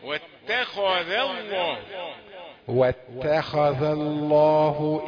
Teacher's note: تاء رقيقة والذال رقيقة لكن بينهم الخاء مفخمة